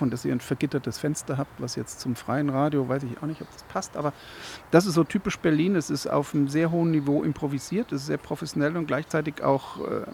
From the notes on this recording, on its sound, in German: Mitschnitt vom Radiokiosk aus dem Haus der Statistik am Alexanderplatz